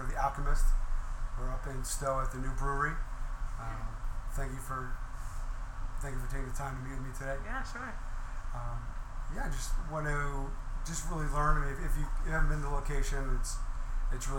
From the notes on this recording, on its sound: The Alchemist which has its main location in Stowe, VT. I had the pleasure of interviewing her on location at the brewery.